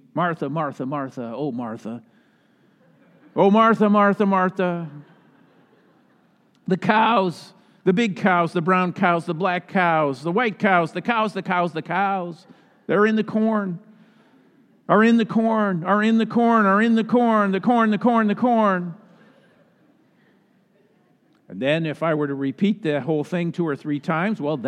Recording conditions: large echoing room